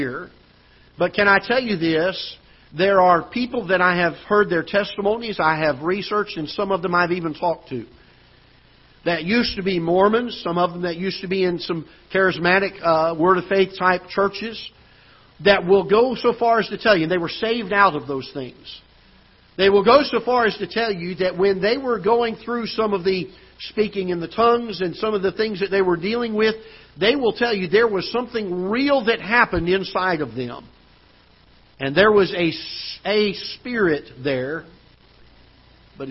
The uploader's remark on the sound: Ketha Heights Baptist Church ~ Live Broadcast